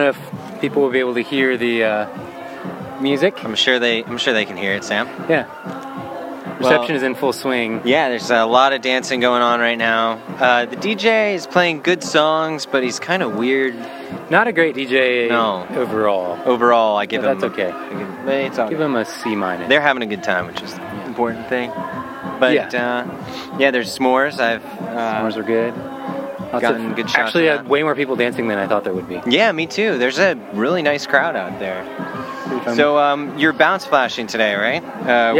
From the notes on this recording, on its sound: Recorded live at a wedding